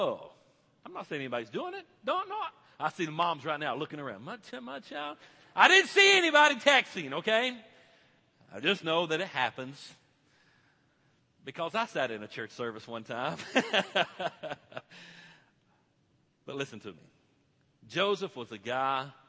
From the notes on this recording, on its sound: This message was preached at Victory Church on Youth Sunday.